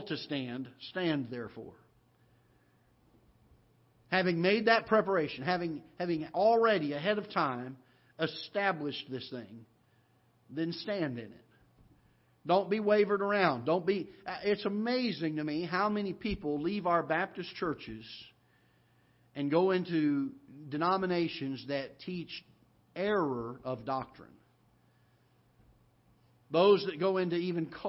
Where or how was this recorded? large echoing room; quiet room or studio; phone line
large echoing room